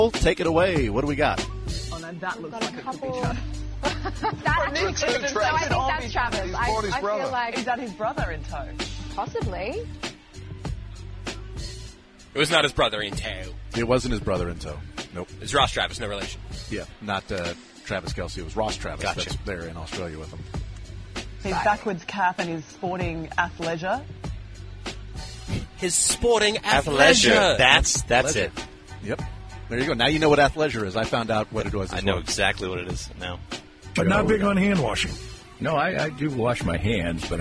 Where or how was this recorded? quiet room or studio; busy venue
busy venue